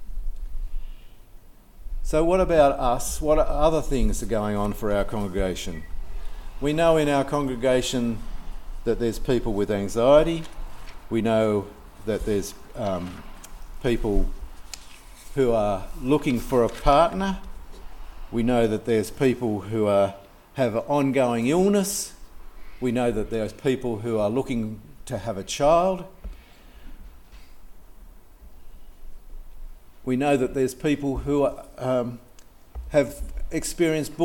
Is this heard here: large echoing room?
yes